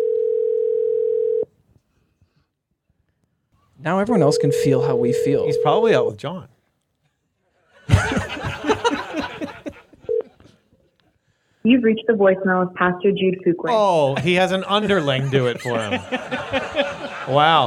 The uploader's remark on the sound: The boys are live from the Villa at Theos Leader Retreat and things are going well, until the cops show up and shut down the pod. Live votes from the crowd. A tattoo story from the crowd.